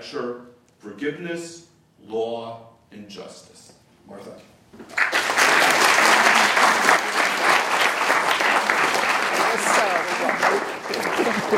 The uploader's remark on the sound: This lecture was presented on January 8, 2015, at the University of Chicago Law School as part of the Brennan Center Jorde Symposium.